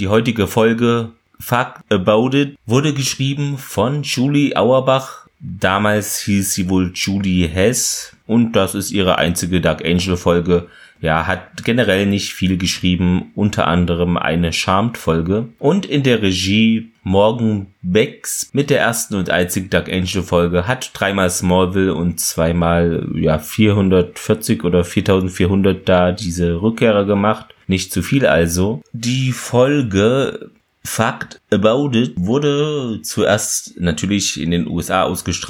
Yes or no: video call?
no